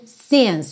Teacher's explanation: Então, se você talvez estiver numa região, viajar para uma região em que as pessoas digam since, é possível também, mas não é a mais frequente. A pronúncia mais comum é mesmo since, com o I mais fechadinho.